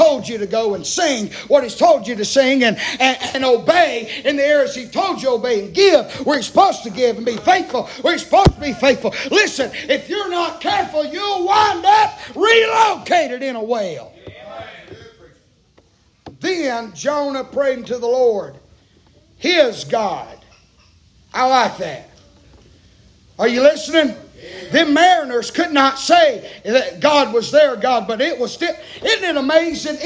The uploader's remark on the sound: Preaching live from Still Water Baptist Church.